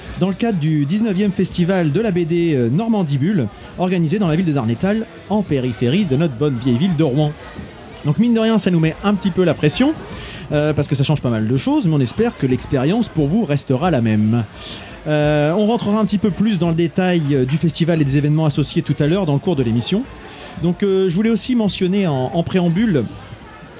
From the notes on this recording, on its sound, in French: Dans cet épisode entièrement enregistré au festival de la BD NormandieBulle